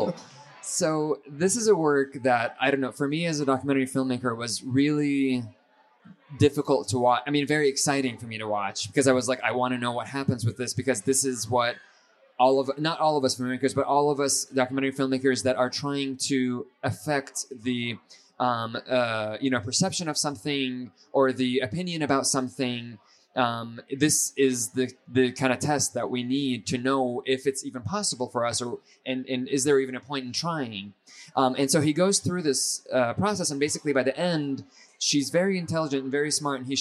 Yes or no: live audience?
yes